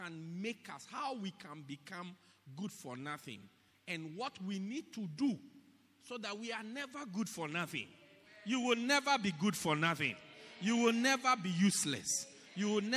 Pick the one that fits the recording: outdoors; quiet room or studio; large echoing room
large echoing room